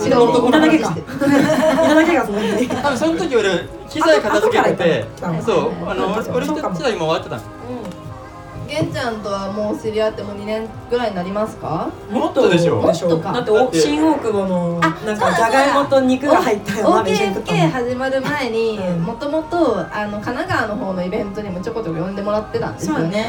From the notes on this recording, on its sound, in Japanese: OKFK で公開録音しました